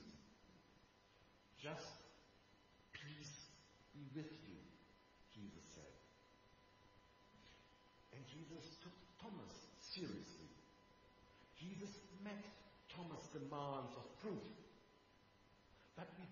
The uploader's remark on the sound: Sunday Worship from Houston and Killellan Kirk